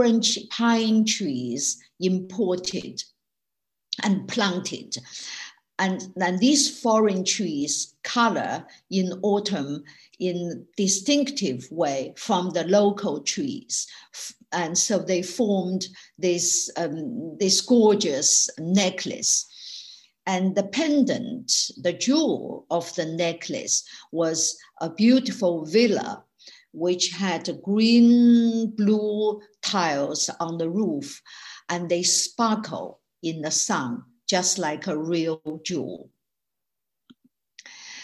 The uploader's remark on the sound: This talk was recorded at the online 5x15 event on 2nd September 2020.